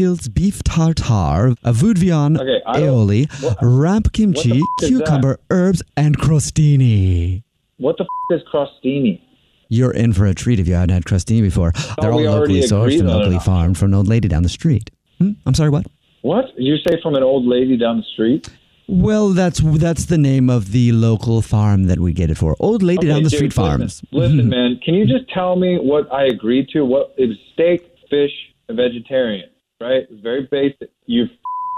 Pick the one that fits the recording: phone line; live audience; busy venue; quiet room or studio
phone line